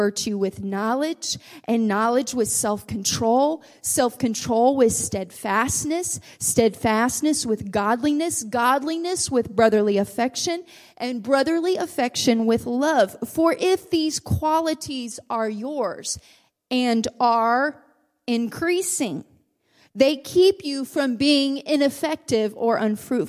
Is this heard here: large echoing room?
yes